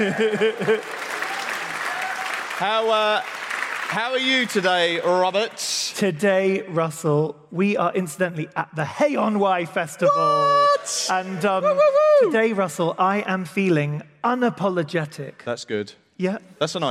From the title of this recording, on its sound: Live at Hay Festival